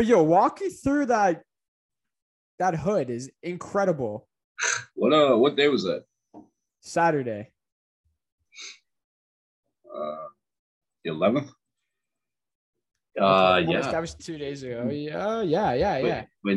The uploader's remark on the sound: The boys are finally back but on zoom